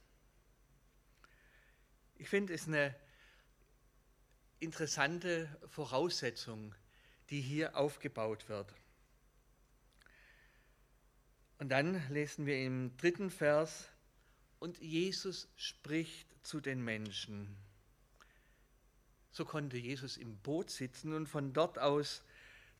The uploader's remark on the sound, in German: Gottesdienst